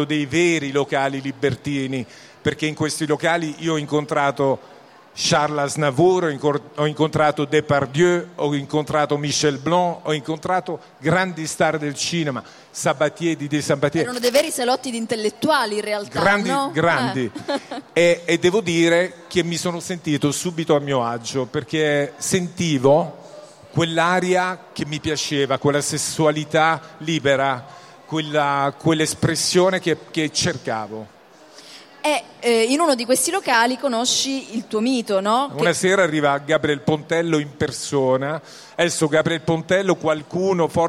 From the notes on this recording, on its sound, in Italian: In diretta dal Salone del Libro di Torino